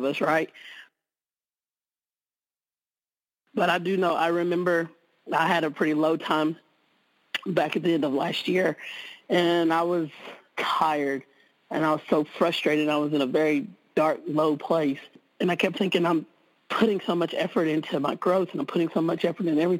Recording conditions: phone line